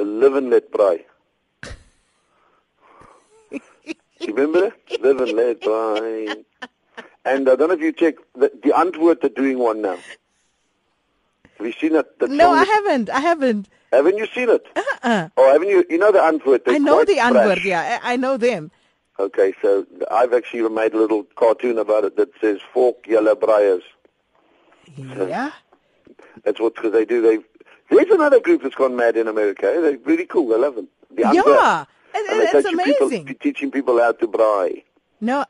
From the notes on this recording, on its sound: joins us on the line